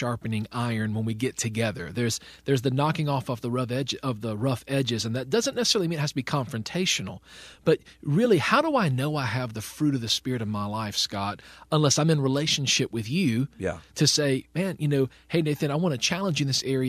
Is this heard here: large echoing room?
no